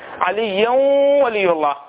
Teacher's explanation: من الغنة صوت جميل كصوت الغزال التائهة، مخرجها من الخيشوم داخل الأنف لا دخل للسان فيه، ويمد بمقدار حركتين